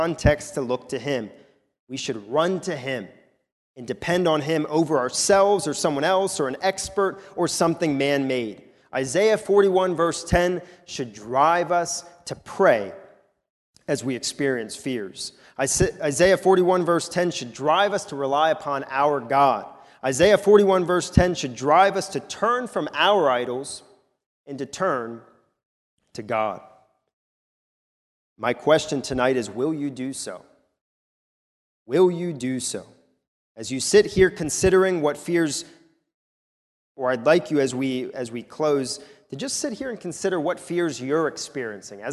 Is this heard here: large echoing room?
yes